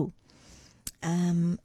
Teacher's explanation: Ru is a light tongue tap and a short rolled r.